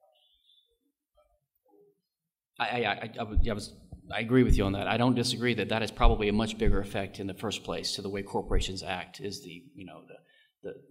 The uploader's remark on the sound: This panel discussion is from the 2013 meeting of the Property and Freedom Society. Discussion, Q&A.